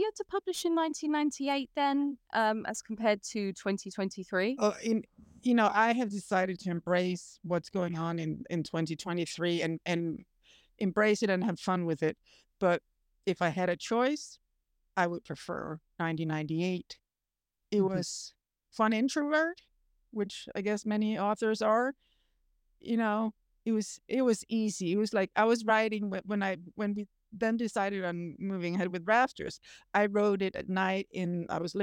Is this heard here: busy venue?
no